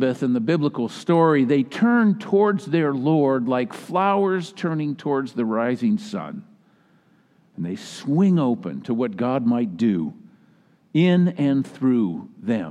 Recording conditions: large echoing room